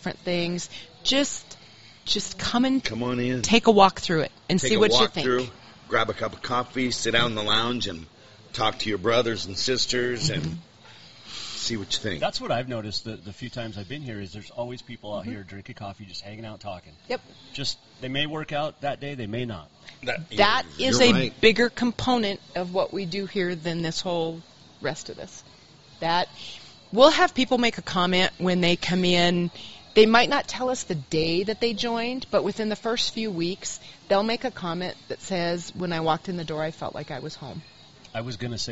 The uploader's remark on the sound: Tuesday live from Adaptive Performance Center